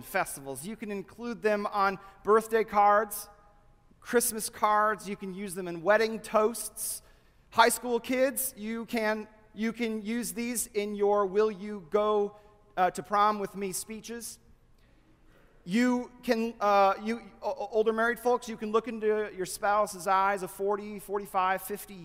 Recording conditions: large echoing room